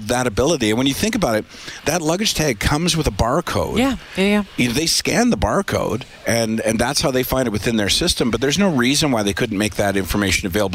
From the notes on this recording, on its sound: broadcast live from Santas Anonymous depot